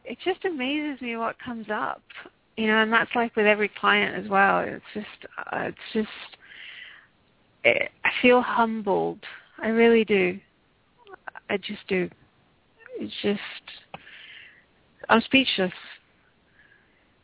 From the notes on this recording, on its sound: Takes your calls for healing live today!